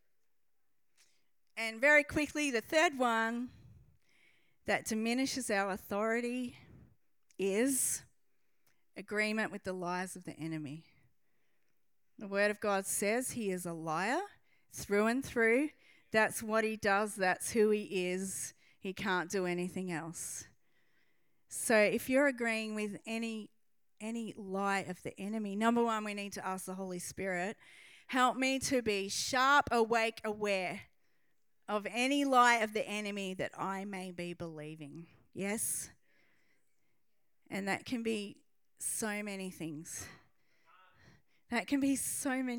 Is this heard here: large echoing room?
yes